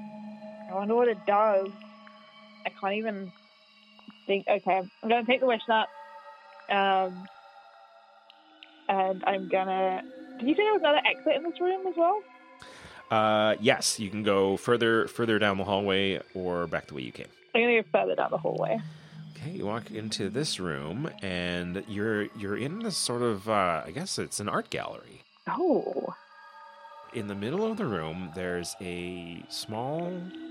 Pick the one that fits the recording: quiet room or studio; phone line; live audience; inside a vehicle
phone line